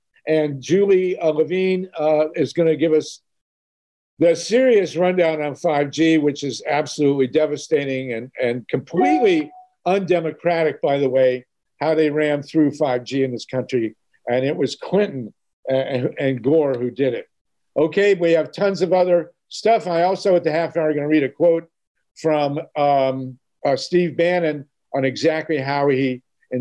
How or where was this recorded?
video call